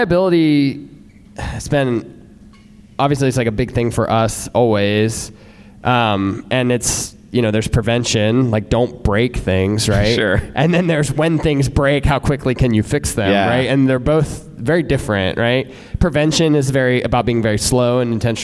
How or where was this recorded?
live audience